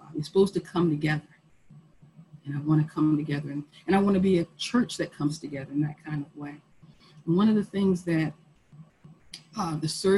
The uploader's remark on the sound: Our zoom streamed service. Internet went down at about the 44 minute mark, so the sermon ends abruptly unfortunately.